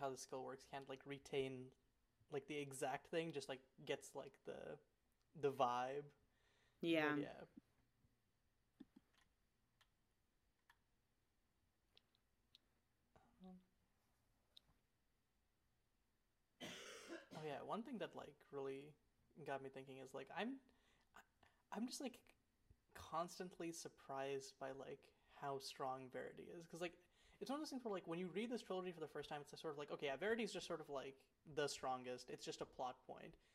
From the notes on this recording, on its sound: The audio on this episode is quieter/lower than usual since we lost our primary audio, so I had to use our backups.